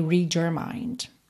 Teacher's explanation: palavra que termina em D. Quando junta com your, fica esse jor